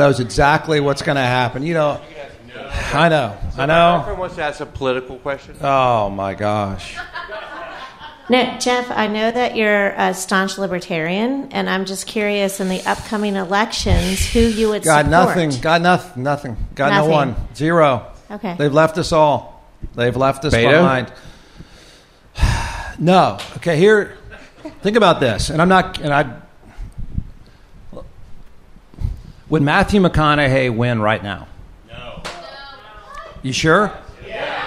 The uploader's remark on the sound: Audience Q&A (With Wine, Of Course). Live from Pedernales Station. Live event.